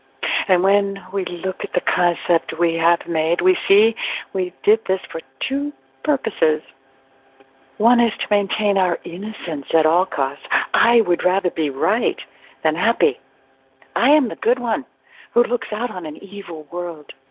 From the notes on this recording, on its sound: ACIM Daily TEXT Conference Call